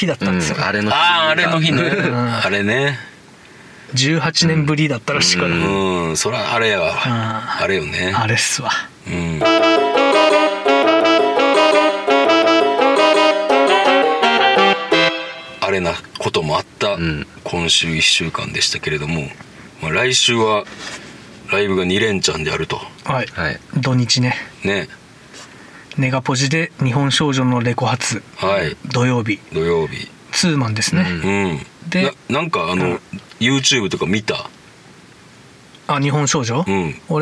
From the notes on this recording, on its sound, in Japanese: 三人体制で車内録音